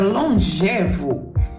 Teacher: A palavra longevo, ela é com E aberto.